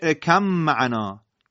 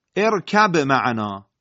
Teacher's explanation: در طریقه شاطبیه ادغام ارکب معنا آمده، یعنی باید خونده بشه ارکم معنا · Shown in: first take